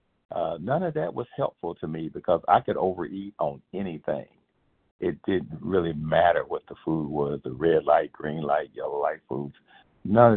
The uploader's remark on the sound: from the 100 Pounders Phone Meeting, 9/9/23